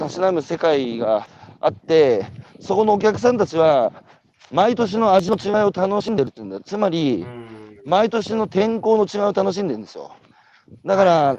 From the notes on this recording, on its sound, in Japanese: 長野市のリンゴ農園「株式会社フルプロ」。歩きながら1時間、対談する。